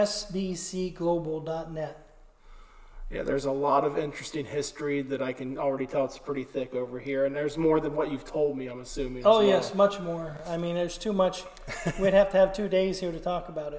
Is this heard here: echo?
yes